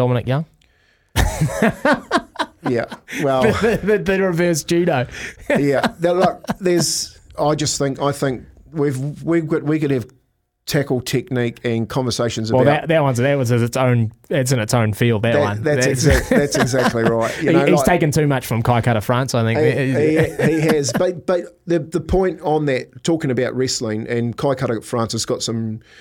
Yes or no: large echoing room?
no